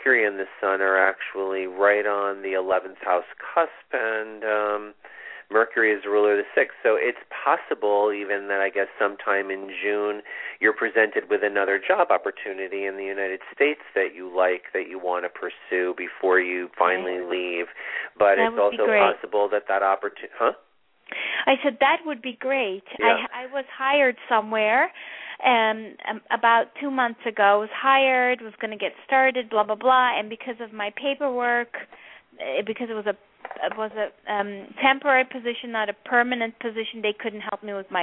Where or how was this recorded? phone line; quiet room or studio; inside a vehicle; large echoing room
phone line